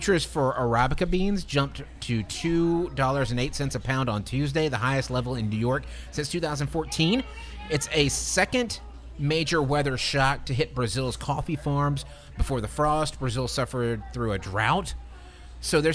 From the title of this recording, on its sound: LIVE FROM MAIN STREET PIZZA